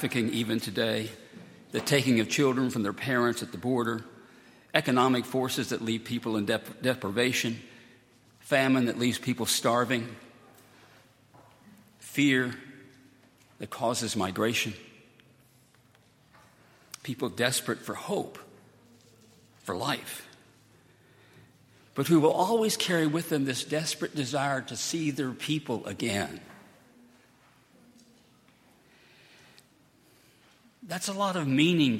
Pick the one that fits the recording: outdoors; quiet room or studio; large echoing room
large echoing room